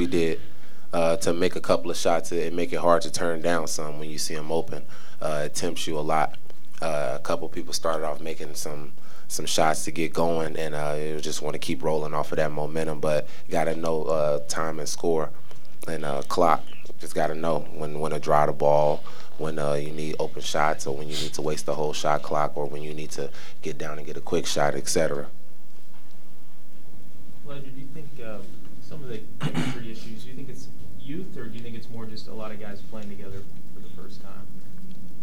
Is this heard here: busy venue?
yes